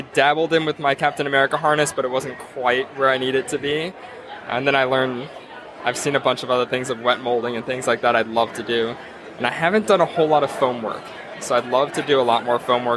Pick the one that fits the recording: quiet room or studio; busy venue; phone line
busy venue